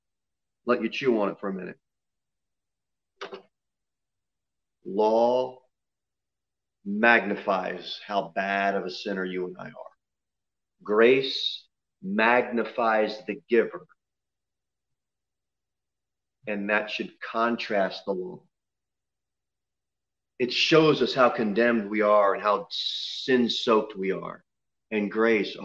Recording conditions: large echoing room